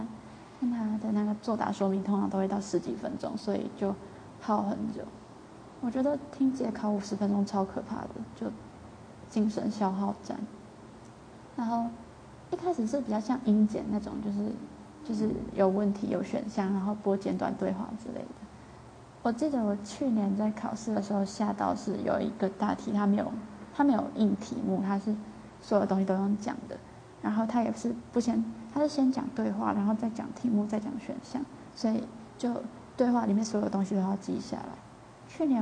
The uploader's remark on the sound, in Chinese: 今天的雜音有點多抱歉